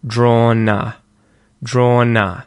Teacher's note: So, that same rule applies. We take the last consonant at the end of the word drawn, and we put it at the front of the next word, a, to start that syllable.